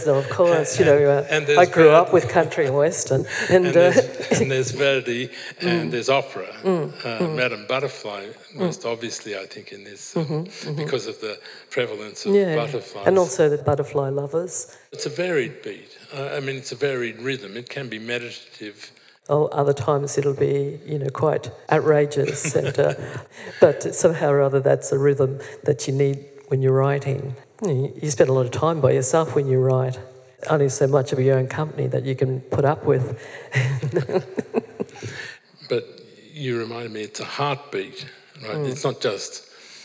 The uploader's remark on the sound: This episode features a live event recording